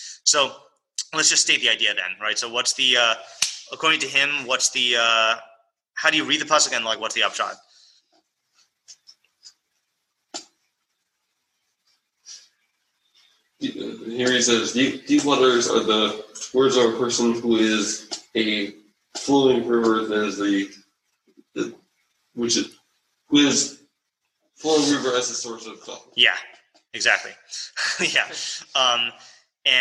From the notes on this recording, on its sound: Morning Mishlei shiur given at YBT. This is the continuation of our interrupted Zoom session.